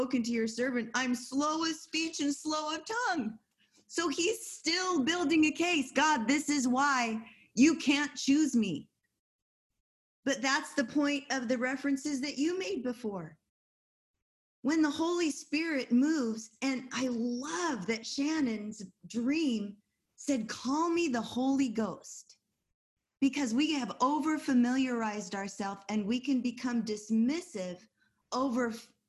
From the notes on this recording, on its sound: held over zoom